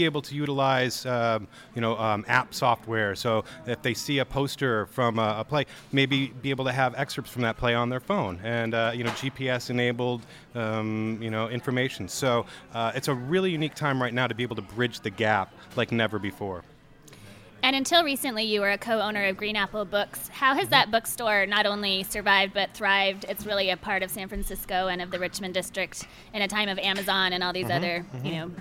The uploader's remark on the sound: Recorded at the historic Balboa Theatre before their screening of "So I Married an Axe Murderer,". Recorded at the Balboa Theatre in San Francisco.